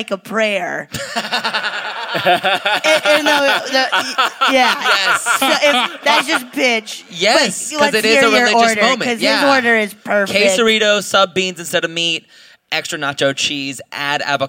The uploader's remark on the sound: Recorded live at the Brea Improv.